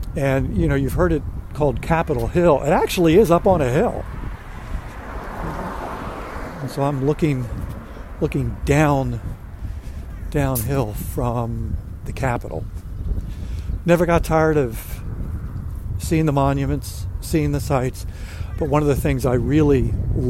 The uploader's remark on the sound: A Walk In Washington DC